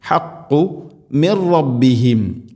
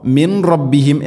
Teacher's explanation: സാക്കിനായ നൂന് ശേഷം റാ ഇദ്ഗാം ബിലാ ഗുന്ന, മണിക്കാതെ കൂട്ടിലയിപ്പിക്കണം. · Shown in: first take